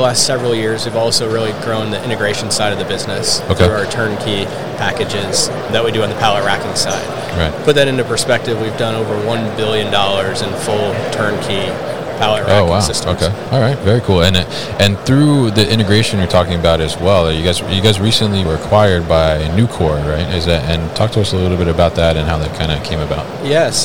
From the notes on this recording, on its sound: Hannibal Industries at MODEX 2022.